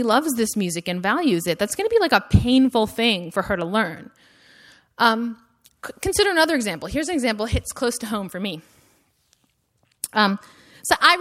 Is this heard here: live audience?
yes